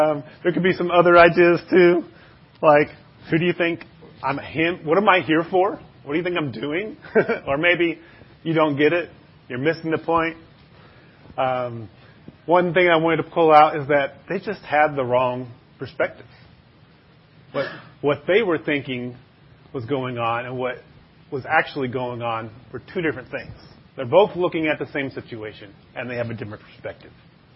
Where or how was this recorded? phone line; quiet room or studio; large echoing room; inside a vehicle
large echoing room